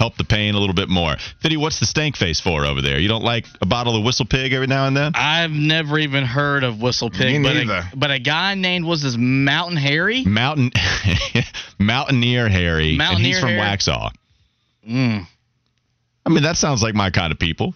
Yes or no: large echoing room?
no